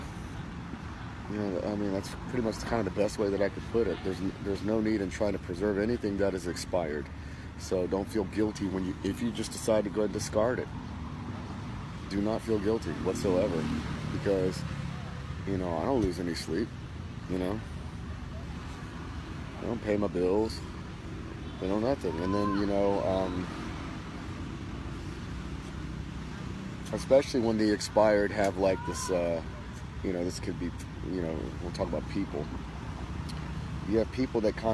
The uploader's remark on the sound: Live from Pattaya Beach, Thailand